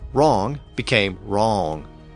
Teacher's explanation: that traditional tendency of Southern accents to stretch out vowels